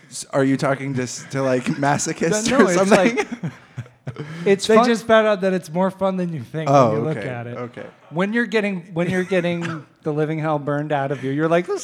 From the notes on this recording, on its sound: Live again from Humble Burger